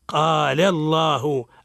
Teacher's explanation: تفخم اللام في لفظ الجلالة إذا سبقت بفتح أو ضم